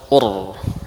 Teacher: Atau ra sukun sebelumnya dhammah ur, ya, tebal · Term: huruf ra